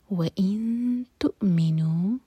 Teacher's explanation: نون کی آواز کو چھپائیں گے اور آگے حمزہ پر سکون ہے تو وہاں پر کٹ آف ساؤنڈ آئے گا